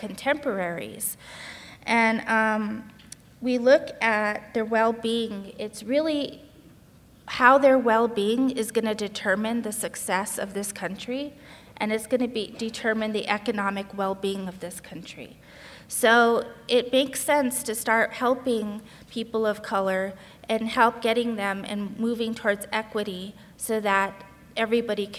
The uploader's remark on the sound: More than 100 people attended the presentation at the History Colorado Center in Denver, and the event was also live-streamed to hundreds more at remote viewing parties statewide.